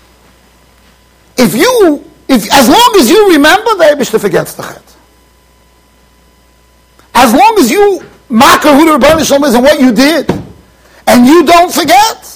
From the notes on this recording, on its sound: Shiur recorded in Yeshivas Ohr Reuven, Monsey NY.